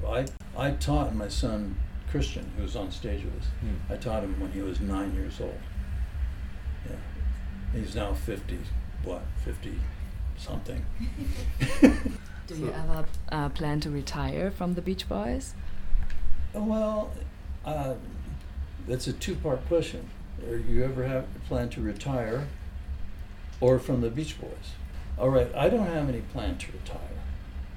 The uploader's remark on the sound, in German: Festivalatmosphäre garantiert